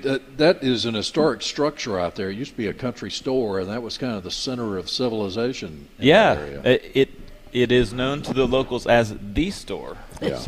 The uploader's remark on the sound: broadcasting live from Logan's Trading Company.